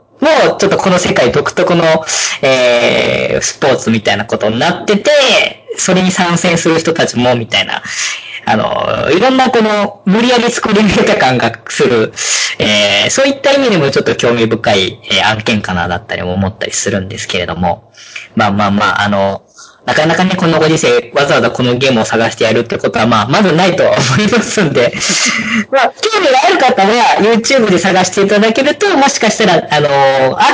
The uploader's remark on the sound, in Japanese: 今回は、回線の都合上、かなり音質が悪いですが、予めご了承ください。